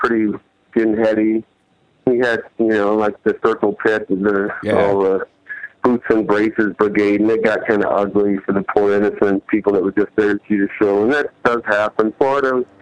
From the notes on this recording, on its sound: Phone calls.